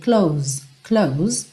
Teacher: Você fecha nesse S, que acaba tendo um som um pouquinho mais próximo de um Z.